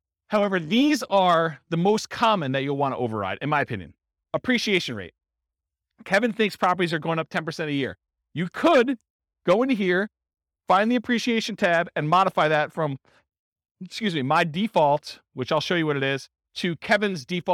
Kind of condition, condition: setting, live audience